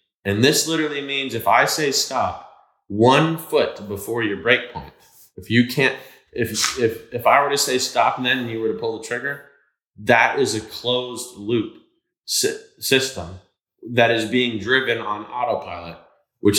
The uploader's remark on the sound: This was an impromptu podcast that was recorded at 2 A.M. In a hotel gym! It has a little bit of echo that we couldn't totally get edited out. Sat down, while in Florida, in an attempt to record a podcast.